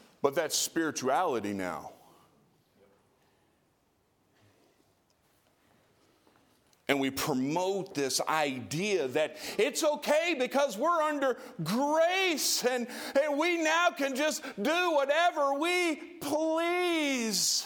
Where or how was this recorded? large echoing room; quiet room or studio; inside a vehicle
large echoing room